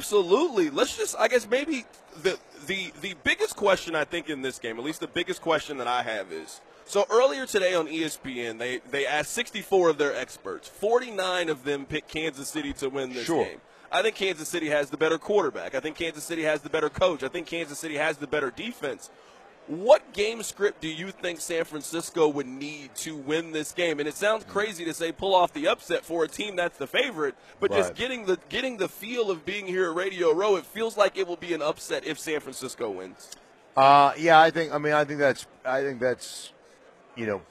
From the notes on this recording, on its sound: Live from Radio Row in Las Vegas.